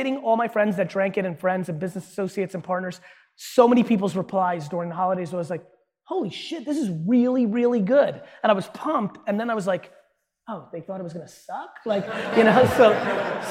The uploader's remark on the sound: Joining this panel discussion which was recorded in front of a live audience is Harvard Business School's.